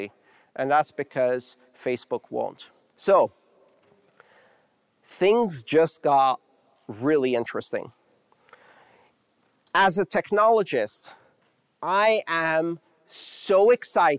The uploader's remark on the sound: Live talks released in podcast form. The live crowd and that guy with the great laugh about three quarters through.